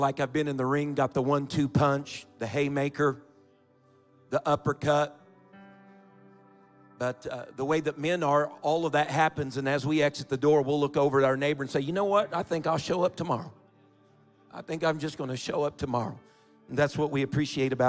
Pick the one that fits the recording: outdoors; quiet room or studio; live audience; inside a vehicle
live audience